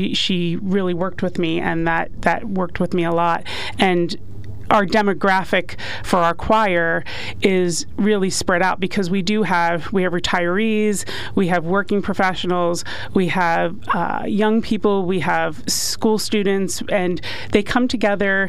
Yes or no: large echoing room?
no